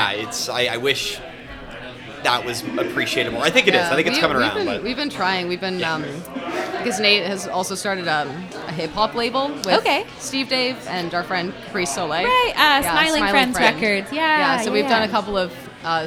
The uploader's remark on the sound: Broadcast live from Jane Bond in Uptown Waterloo.